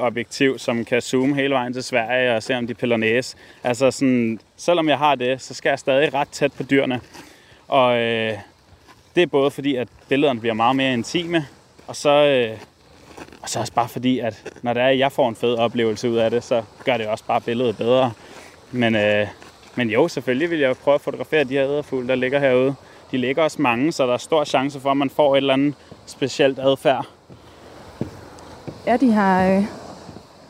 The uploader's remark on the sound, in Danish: I dagens afsnit bliver lytterne inviteret med til årets naturmøde i Hirtshals. Sneget sig til et hemmeligt møde i klitterne ved Hirtshals. Låne sofaen på Lifescenen. Til en times livesending.